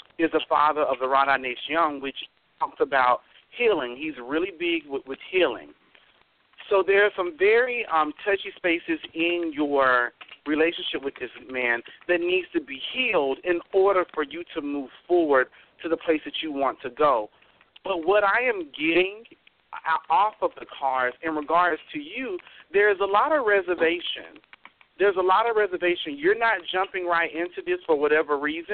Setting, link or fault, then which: link, phone line